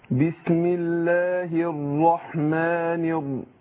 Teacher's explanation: الراء هنا في الرحمن الرحيم مفخمة، لأن مشددة هنا مفتوحة